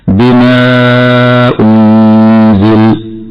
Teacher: قوله تعالى بما أنزل مد منفصل، والمد المنفصل هو أن يقع بعد حرف المد همز منفصل عنه في كلمة أخرى. والمد عند حفص بمقدار أربع أو خمس حركات، هكذا بأربع حركات بما أنزل، وهكذا بخمس حركات بما أنزل.